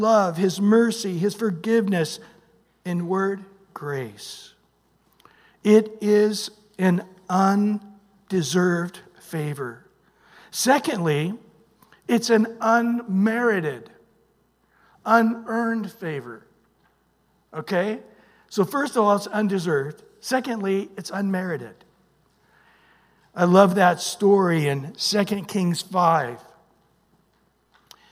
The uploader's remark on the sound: Recorded at Calvary Chapel of Los Alamitos on May 21 2023 on Sunday Morning Sermon.